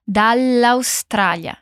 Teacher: Aqui o som de dal e de Austrália se unem, como se formassem uma palavra só. E a pronúncia do L vai ser um pouco mais demorada, uma pronúncia longa.